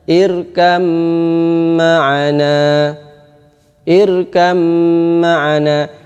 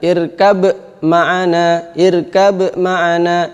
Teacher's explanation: Ini kalau huruf pertama hilang sama sekali enggak kelihatan, itulah disebut dengan idgham kamil atau idgham dengan sempurna. · Shown in: first take